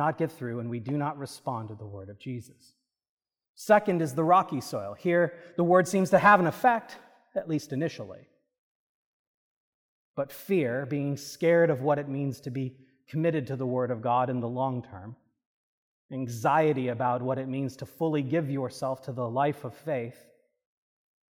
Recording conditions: large echoing room